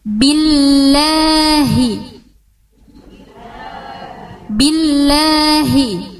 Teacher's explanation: ba itu harus ditekan karena dia sifatnya syiddah